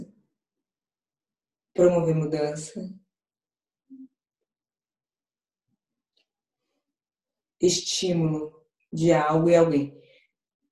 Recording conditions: video call